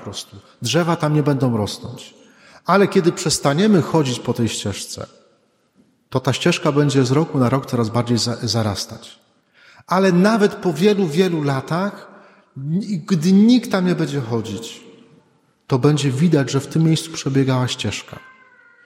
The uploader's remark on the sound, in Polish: Nagrania homilii i kazań wygłoszonych w parafii WNMP w Opolu Gosławicach